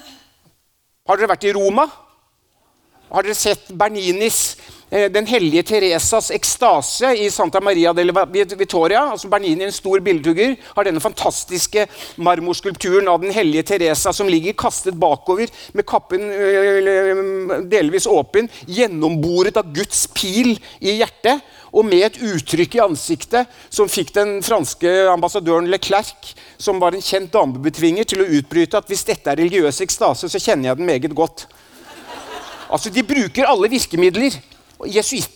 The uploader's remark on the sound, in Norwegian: foran et lydhørt publikum i fødebyen Stavanger